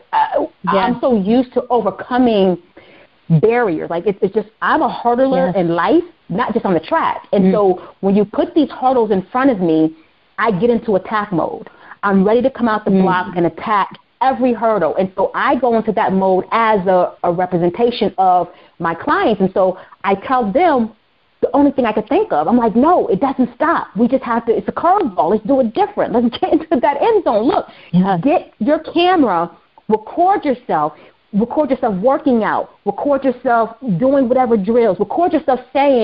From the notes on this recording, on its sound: On the phone with special guest